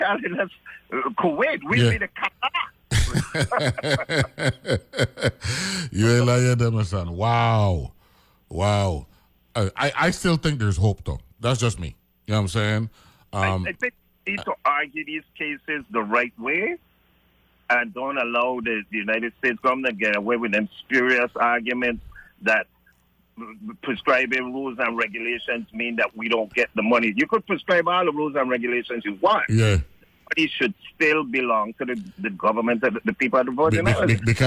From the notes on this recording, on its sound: on the phone